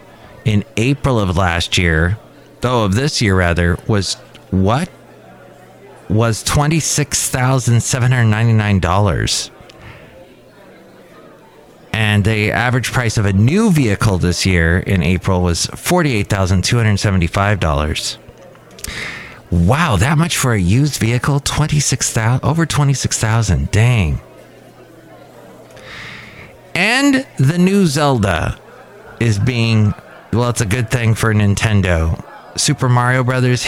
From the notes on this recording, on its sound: Podcasts live from Café Anyway.